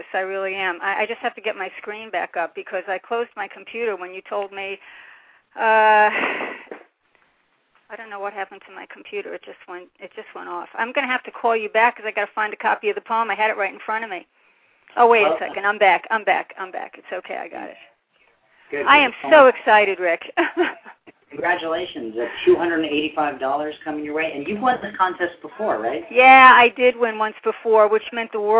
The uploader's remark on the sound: This special PSH Live event. Several of the top 10 scoring poets were listening and called in to read their poems including first and third place! Live dramatic drum rolls over the phone as well.